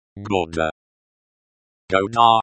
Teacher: The stress is on the first syllable, go.